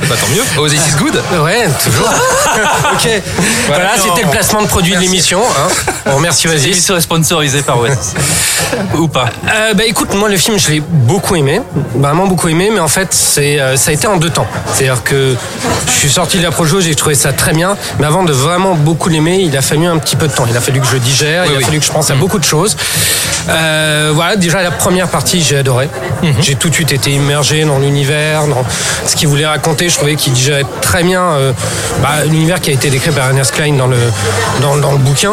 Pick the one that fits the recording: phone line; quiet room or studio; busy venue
busy venue